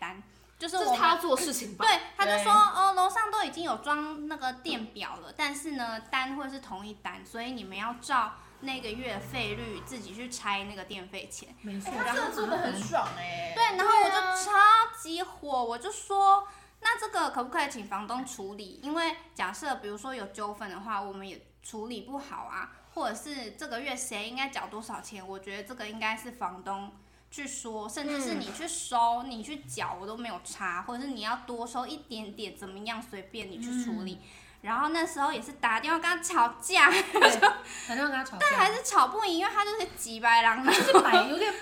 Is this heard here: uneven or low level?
yes